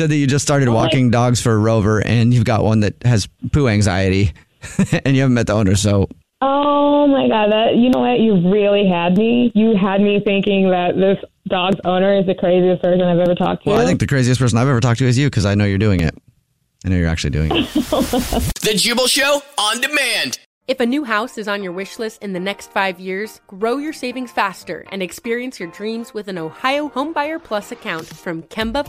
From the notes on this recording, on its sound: phone prank